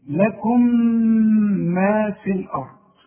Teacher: انما اذا وصلنا ولازم توصل، هنقول ميم واحدة مثقلة